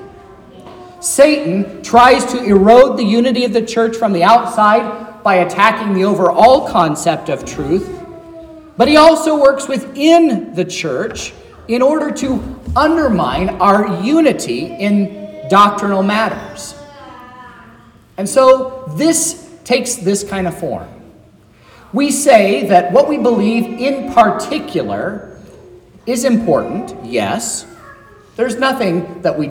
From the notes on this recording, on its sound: This is the sermon preached at Trinity Lutheran Church in Vallonia, Indiana, on Sunday, July 9th, 2023